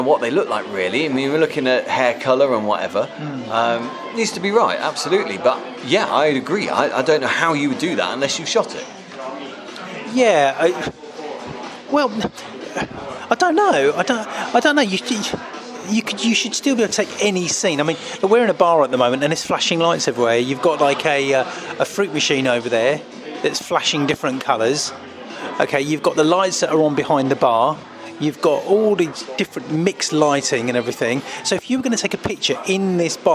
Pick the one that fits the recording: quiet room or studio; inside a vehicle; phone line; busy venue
busy venue